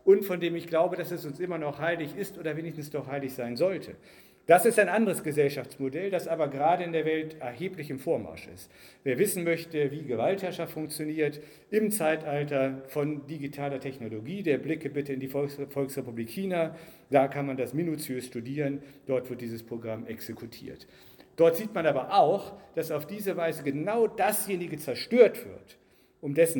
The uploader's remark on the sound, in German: Ihr hört den zweiten Teil des Festvortrages zum 100jährigen Bestehen der Winfriedschule Fulda (Gymnasium).